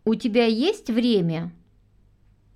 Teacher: V případě, že na začátku tázacích vět není tázací zájméno, je intonace stoupající.